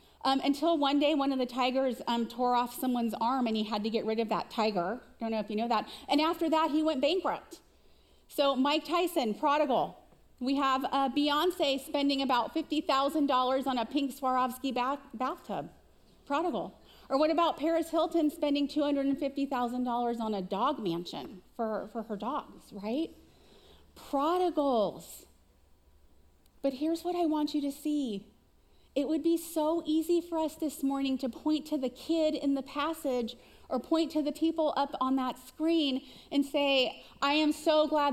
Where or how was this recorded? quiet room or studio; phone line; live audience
live audience